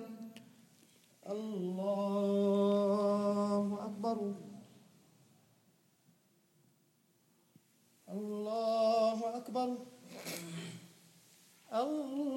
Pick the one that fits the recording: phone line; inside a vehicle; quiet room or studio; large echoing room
large echoing room